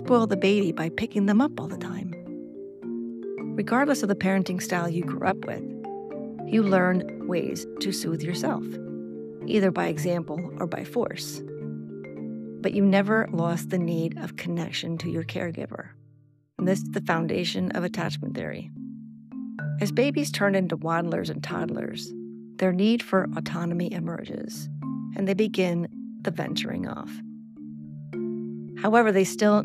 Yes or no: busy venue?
no